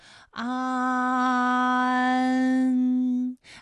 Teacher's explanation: 起点元音是前低不圆唇元音啊，舌尖抵住下齿背，舌位降到最低